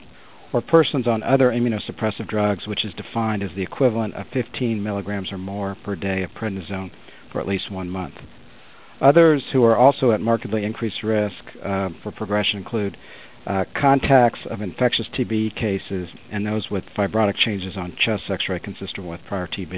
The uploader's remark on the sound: June 2005 Author in the Room® Teleconference